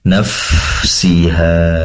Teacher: memiliki sifat hames, yaitu mengalirnya nafas atau udara di saat melafalkan huruf fa